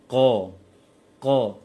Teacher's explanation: qa tertahan nafasnya dan punya dia syiddah. Tertahan suara.